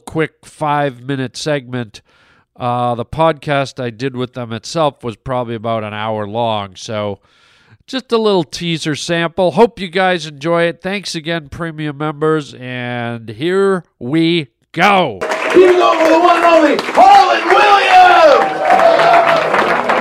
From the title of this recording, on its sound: live STAND UP comedy and interview